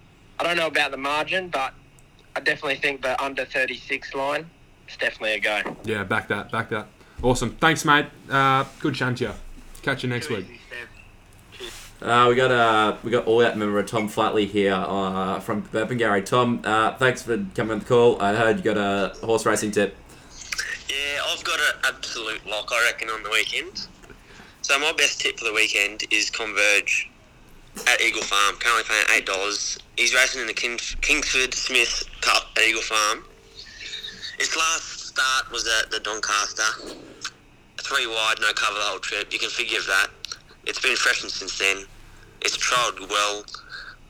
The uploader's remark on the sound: We then hit the phone lines to get some bets from listeners